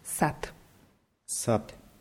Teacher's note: Ja schreibt man S-A-D. D wird am Ende als T ausgesprochen.